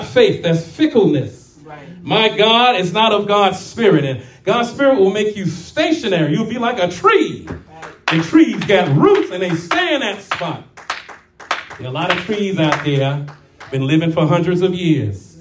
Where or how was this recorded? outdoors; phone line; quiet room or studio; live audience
live audience